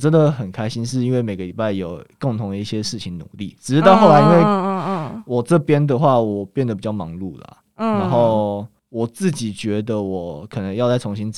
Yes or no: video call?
no